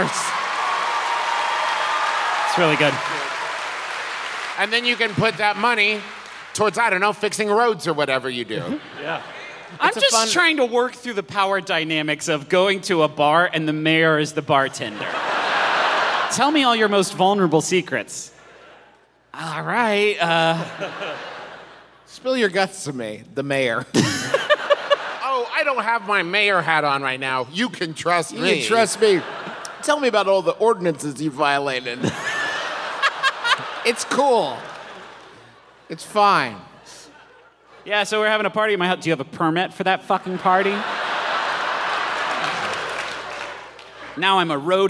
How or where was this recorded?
live audience